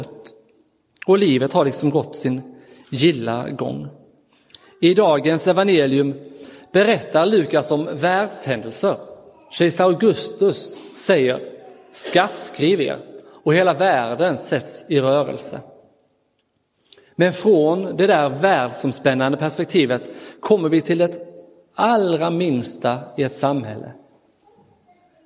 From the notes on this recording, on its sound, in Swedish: Inspelad i Roseniuskyrkan den 25 december 2022.